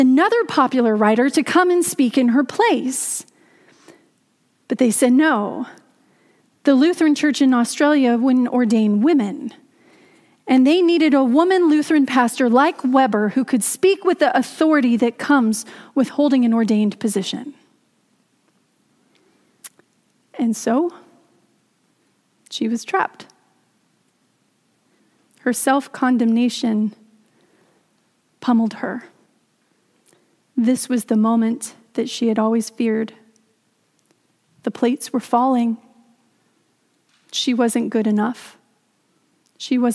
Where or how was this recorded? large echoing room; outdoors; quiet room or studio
large echoing room